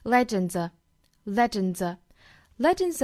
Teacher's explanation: 这个 A-R-E-R,我们要弱读，读成 a